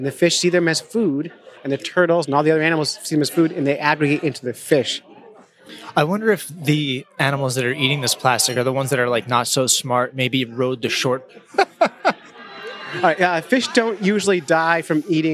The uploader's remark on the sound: We recorded live at Mid Atlantic Podcast Conference. I am walking around asking Podcasters what their show is.